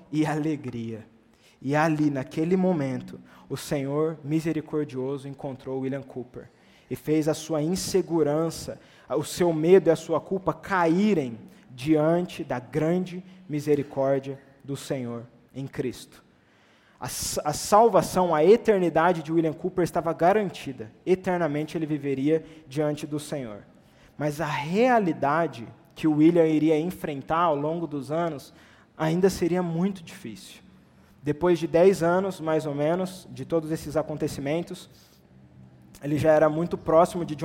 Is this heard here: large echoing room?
yes